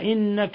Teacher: نون مشددة حرف غن مشدد يغن مقدار حركتين